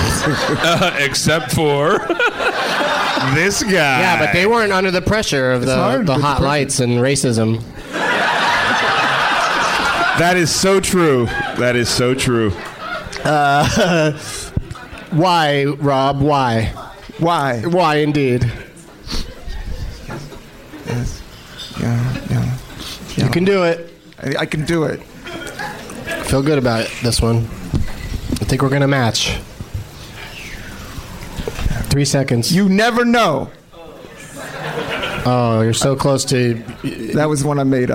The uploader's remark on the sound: Live from the Helium Comedy Club in Philadelphia